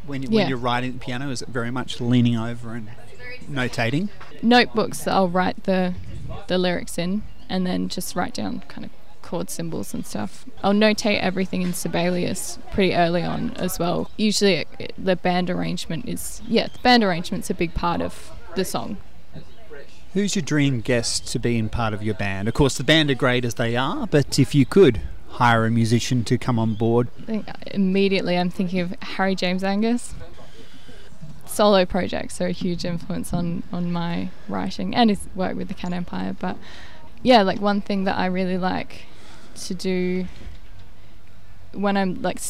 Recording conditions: outdoors